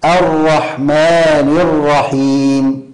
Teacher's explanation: أن يأتي بالراء من مخرجها ويحقق حركتها الفتحة دون أن يضم الشفتين، فلا داعي هنا لضم الشفتين أصلا.